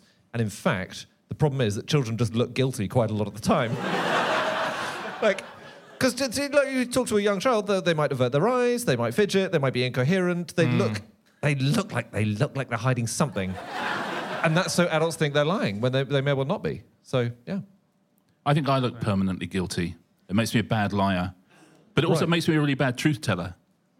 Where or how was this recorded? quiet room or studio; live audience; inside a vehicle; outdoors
live audience